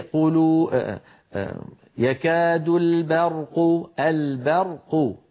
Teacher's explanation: الباء هنا جاورت الراء والقاف المفخمتان، الراء مفخمة والقاف مفخمة والباء لا يصح أن تتفخم، فيكون هكذا في قولوا يكاد البرق البرق، أو فيه ظلمات ورعد وبرق، فلا بد من ترقيق الباء وتفخيم الراء.